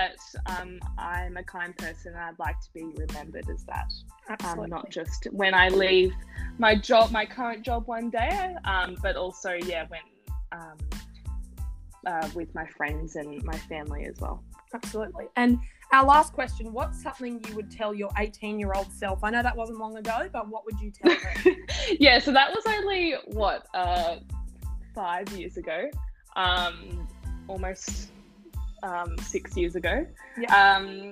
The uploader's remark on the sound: Apologies for the poor audio quality.